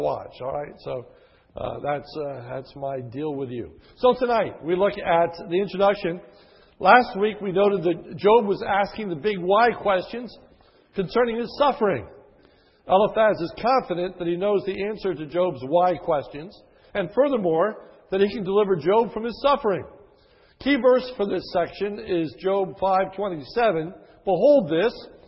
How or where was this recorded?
large echoing room